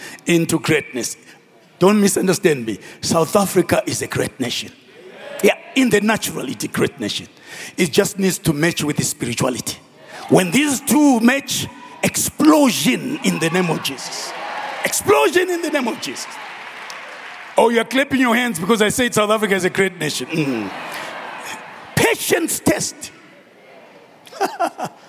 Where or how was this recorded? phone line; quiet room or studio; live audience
live audience